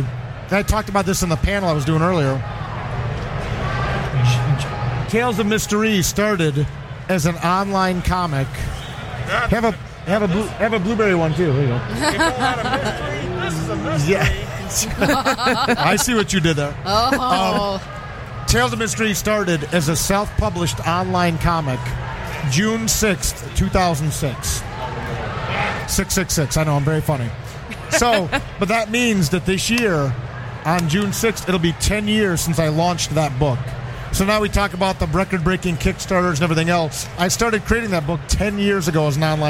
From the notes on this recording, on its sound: Live From Motor City Comic Con.